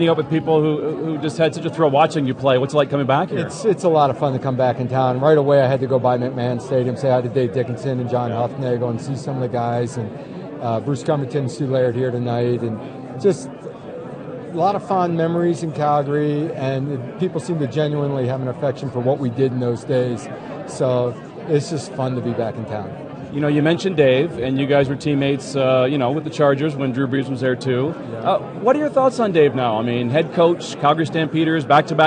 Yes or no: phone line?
no